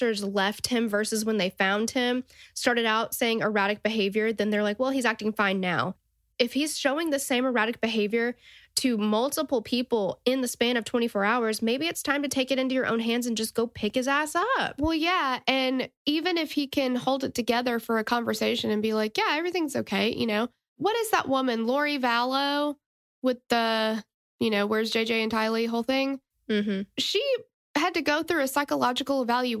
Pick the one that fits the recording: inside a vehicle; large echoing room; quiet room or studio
quiet room or studio